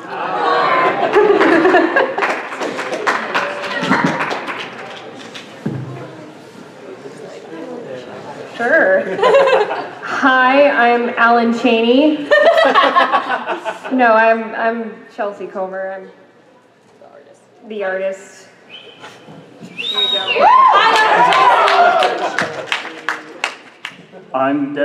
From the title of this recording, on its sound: Live at Ohayocon